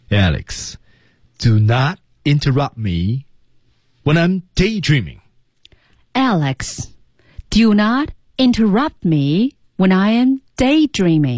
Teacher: 每个单词都有一个向下的小箭头往下带着，就是黑人英语的特点 · Term: 降调